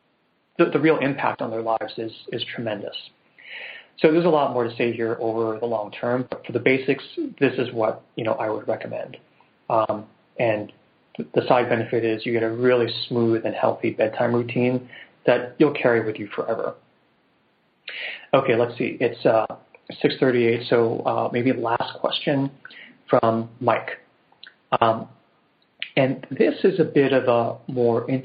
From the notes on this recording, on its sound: This is the first in a series of free weekly conference calls